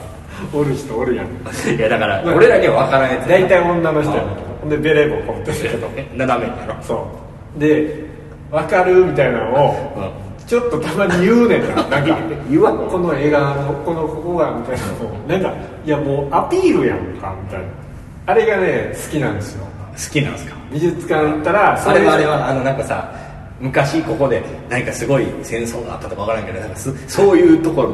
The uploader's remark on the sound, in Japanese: 渋谷のとあるスタジオで録りましたが、ものすごく反響しております。